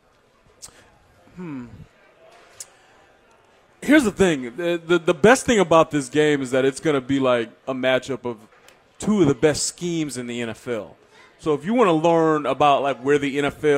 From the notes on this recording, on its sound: LIVE from Chicken N Pickle in the Northland